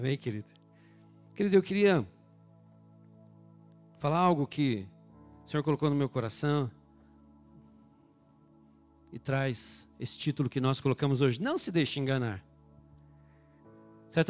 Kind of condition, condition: setting, large echoing room